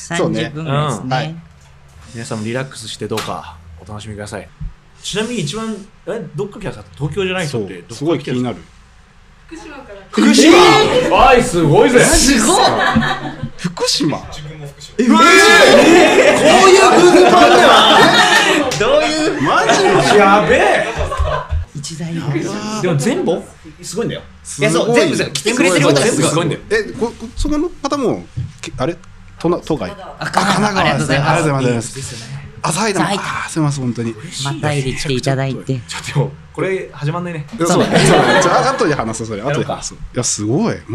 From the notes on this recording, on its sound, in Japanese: 公開収録。収録では、（おこがましくも）会場にお越しいただいた方々にもお気に入りの回を教えてもらいました。